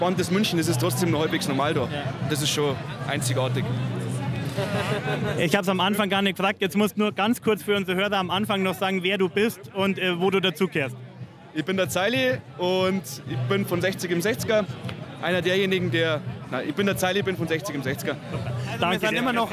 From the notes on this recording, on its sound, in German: Zum krönenden Finale gibt’s noch ein paar akustische Eindrücken vom … im RiffRaff.